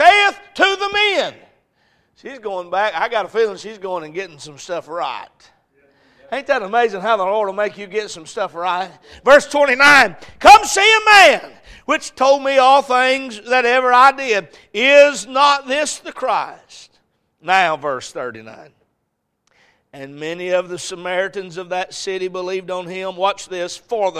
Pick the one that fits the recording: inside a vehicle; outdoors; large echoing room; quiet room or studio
large echoing room